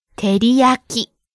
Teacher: Each syllable gets the same amount of stress. Keep it even.